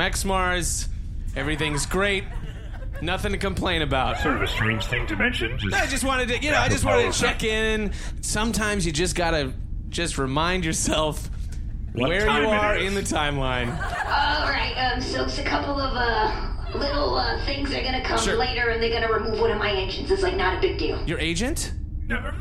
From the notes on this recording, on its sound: Recorded LIVE on 1/21/2018 at Caveat in New York City.